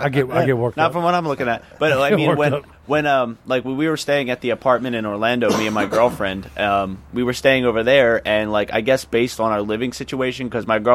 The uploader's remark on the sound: whilst being AT Tha Trailer Park outside in the yard!